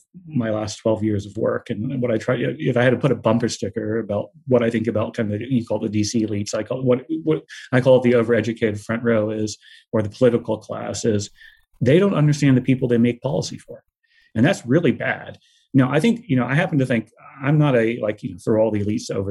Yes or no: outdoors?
no